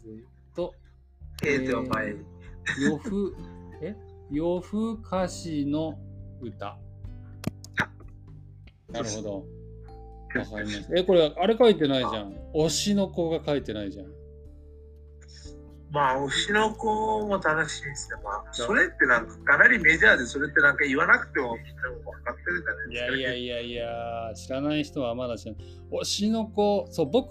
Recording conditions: poor sound quality